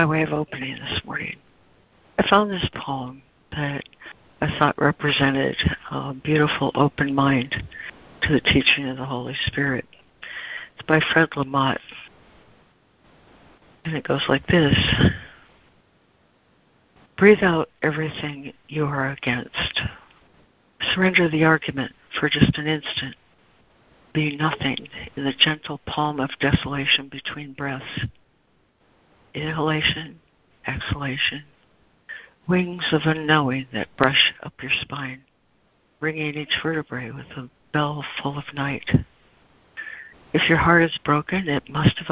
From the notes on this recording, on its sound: ACIM Daily Conference Call